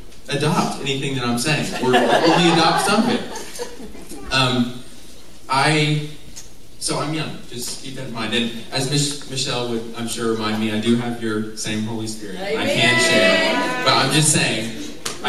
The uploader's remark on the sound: Enjoy this live speaking event from over 2 years ago